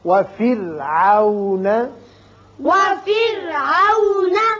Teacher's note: را کو باریک پڑھیے اس لیے کہ پیچھے زیر ہے